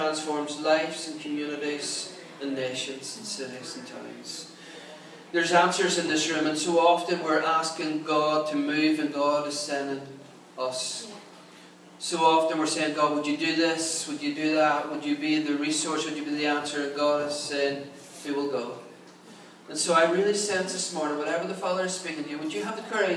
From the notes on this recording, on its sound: Recorded at our 11am Celebration on Sunday 9th October 2016 at our Storehouse Venue